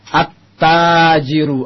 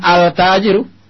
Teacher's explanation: Alif lam, lamnya masuk ke huruf yang selanjutnya. Lamnya melebur dengan huruf selanjutnya at-tajir, maka ditasdid. · Shown in: first take · Karena lam asalnya tadi mati bergabung dengan ta, maka menjadi tasdid.